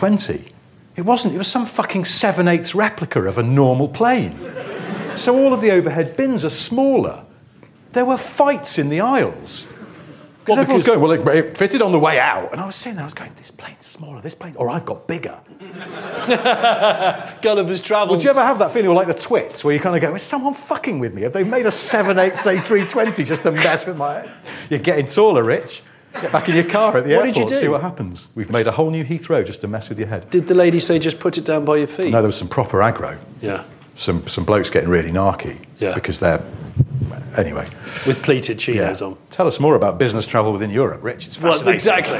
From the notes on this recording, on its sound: Live from Bristol. A live recording in Bristol. In front of an audience.